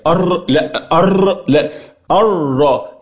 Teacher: بنلصق ظهر اللسان باعلى الحنك مره واحده بحيث لا يحدث ارتعاد · Term: التكرير